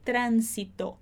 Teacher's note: Eu falaria trânsito, mas na verdade a gente tem que falar tránsito. A gente já viu que o som nasal não existe, então fica tránsito